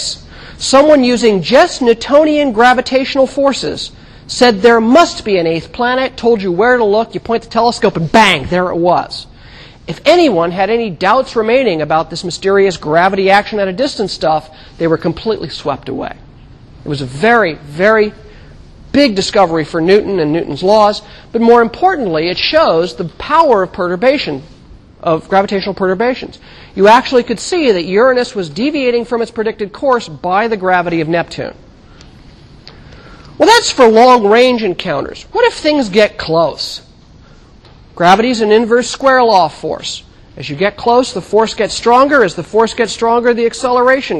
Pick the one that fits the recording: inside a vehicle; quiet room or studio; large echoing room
large echoing room